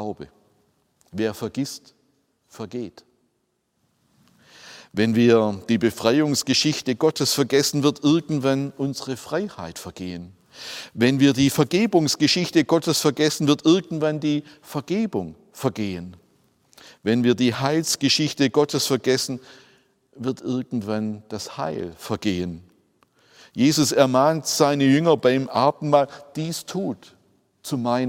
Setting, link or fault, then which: setting, large echoing room